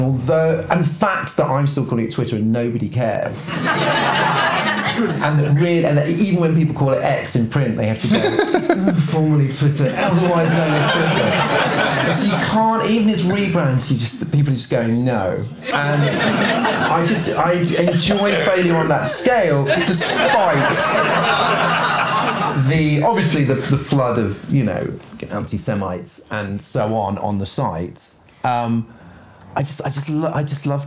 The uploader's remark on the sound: Live at London’s Comedy Store. It’s part two of the OGWN Christmas live show.